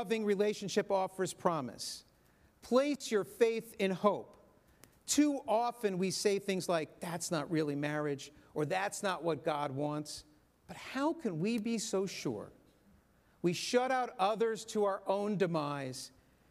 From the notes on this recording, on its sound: This sermon was recorded in our synagogue's sanctuary.